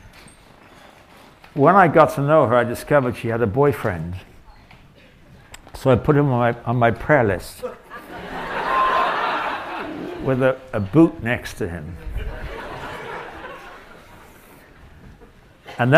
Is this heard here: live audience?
yes